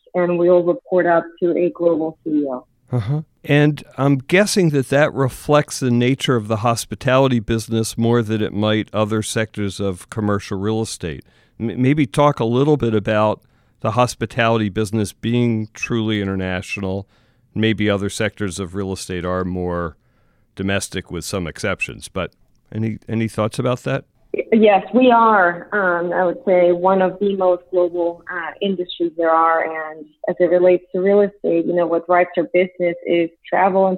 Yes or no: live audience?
no